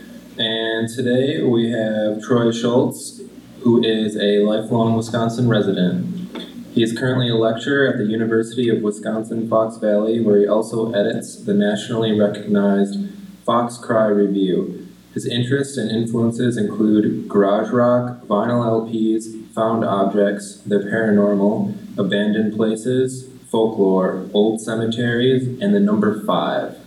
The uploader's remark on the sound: This presentation was recorded December 6th, 2018 at the McMillan Memorial Library.